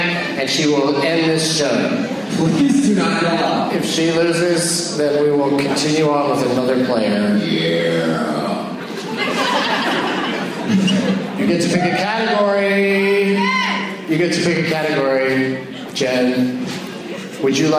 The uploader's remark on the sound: Competes against audience members at the Neptune Theater on Sunday April 14, 2013. Seattle.